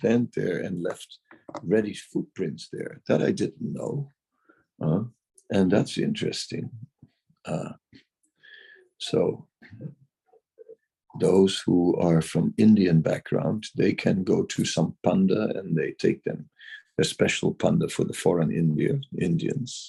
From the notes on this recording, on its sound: Zoom Meeting